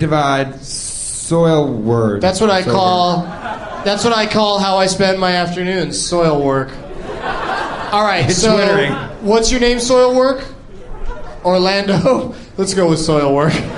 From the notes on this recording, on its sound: Recorded live at the Irvine Improv